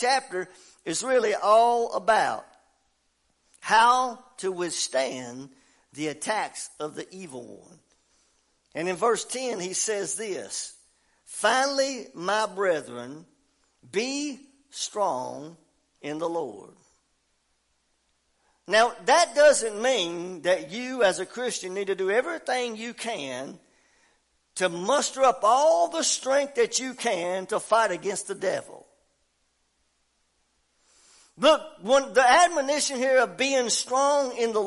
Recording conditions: large echoing room